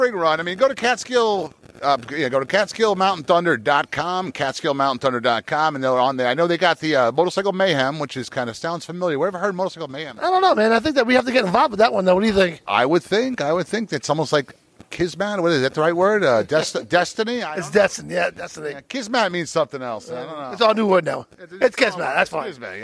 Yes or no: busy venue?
yes